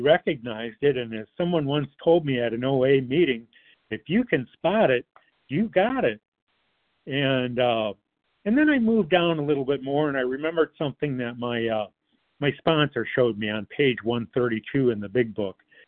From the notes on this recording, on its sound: 100 Pounders Phone Meeting.